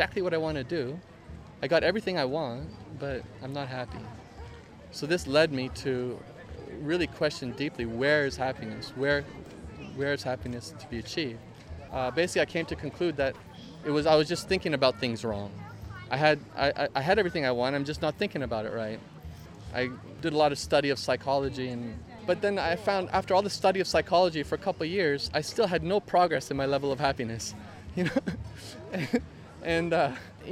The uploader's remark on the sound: Live from the Byron Farmers Market every Thursday morning